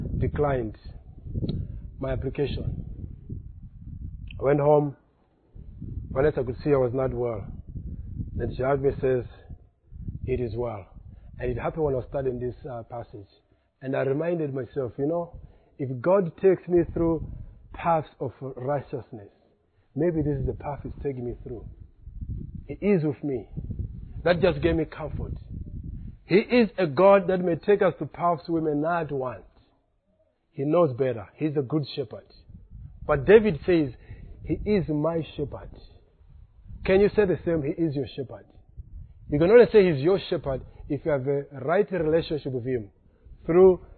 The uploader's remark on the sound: Preached on 3rd October at Reformation Bible Church , Lilongwe